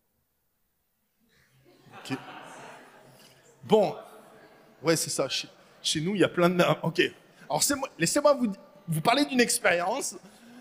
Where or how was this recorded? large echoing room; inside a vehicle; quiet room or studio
large echoing room